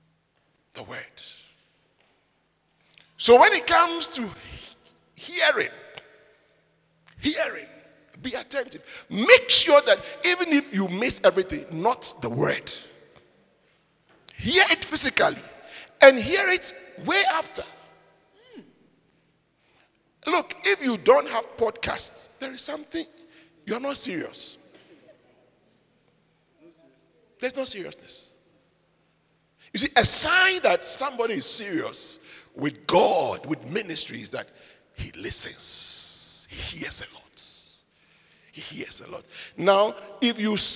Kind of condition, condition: setting, large echoing room